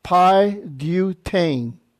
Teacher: Again, the accent's on the final syllable